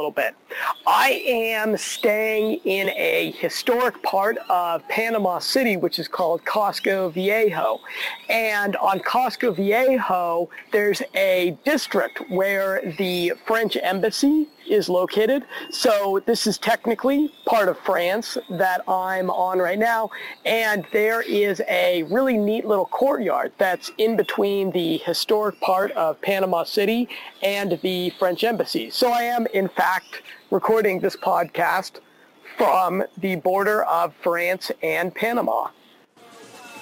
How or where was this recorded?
outdoors